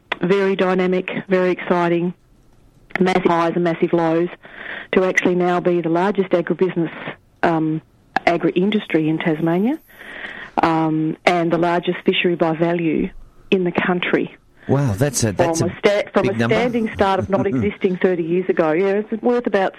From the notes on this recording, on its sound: On the phone.